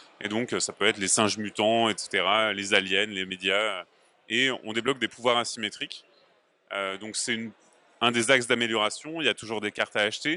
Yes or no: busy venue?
yes